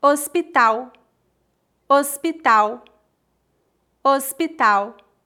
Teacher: o H é completamente mudo no português e que o L tem som de U em final de palavras.